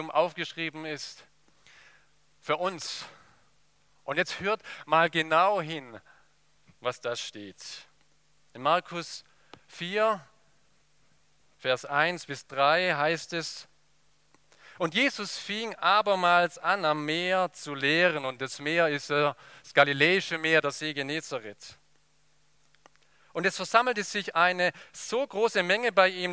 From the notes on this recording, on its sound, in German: aus dem Gottesdienst der Liebenzeller Mission